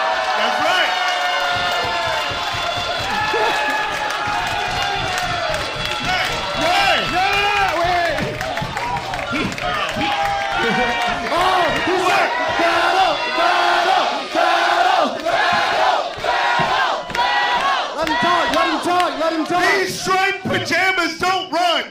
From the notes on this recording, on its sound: Recorded September 2022 at the Lincoln Lodge in Chicago, IL